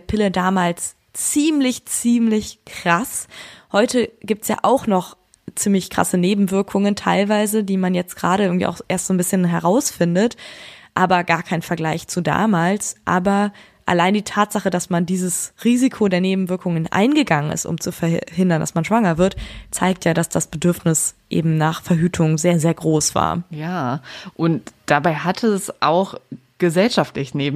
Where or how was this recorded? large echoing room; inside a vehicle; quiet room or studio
quiet room or studio